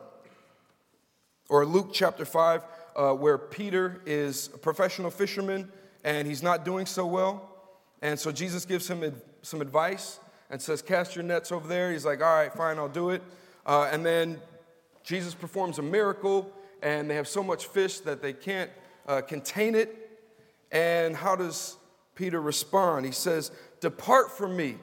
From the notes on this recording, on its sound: Was preached at Grace & Peace Fellowship in St. Louis, MO USA.